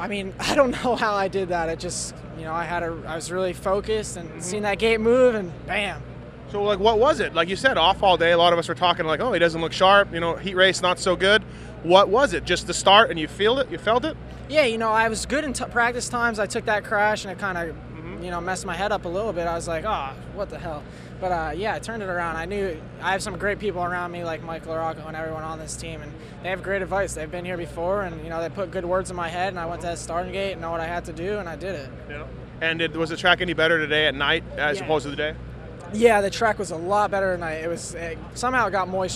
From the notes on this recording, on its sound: Post race interviews from Jacksonville.